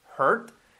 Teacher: Sobre todo que sea hurt, con la H aspirada.